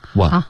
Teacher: 你的 one 的开头有一点鼻音了，one，这个不要，OK，就只是口腔的音